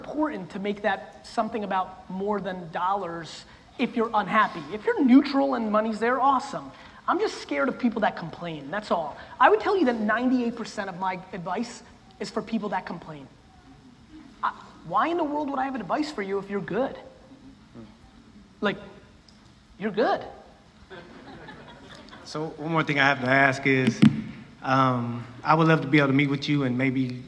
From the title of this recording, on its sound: A Keynote: Relentless 2017